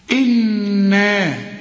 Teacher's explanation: النون لازم تغنها بمقدار حركتين، لأن كل نون في القرآن زي ما انت عرفت عليها الشدة لازم تغن.